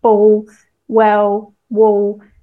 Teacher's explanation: You can sometimes hear the L in standard Southern British English be pronounced kind of like a vowel